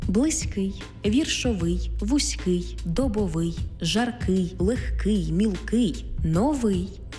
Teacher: Короткі та деякі багатоскладові прикметники мають наголошений останній склад.